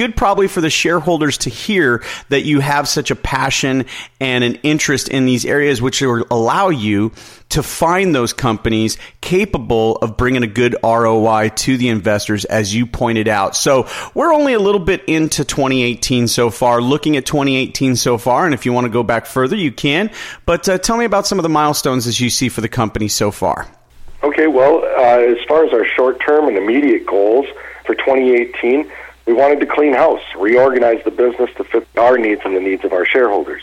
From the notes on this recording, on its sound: called in to SmallCapVoice